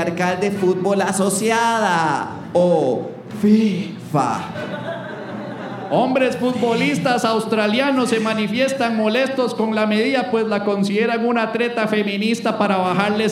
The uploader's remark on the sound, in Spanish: Episodio en vivo desde Teatro Heredia